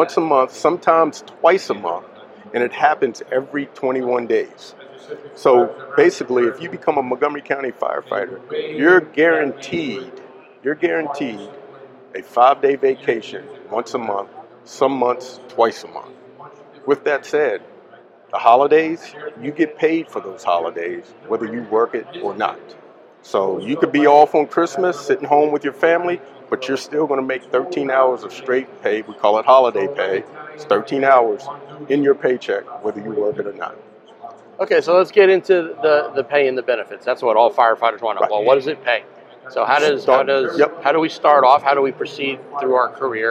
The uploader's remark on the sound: on location at Firehouse Expo in Columbus, Ohio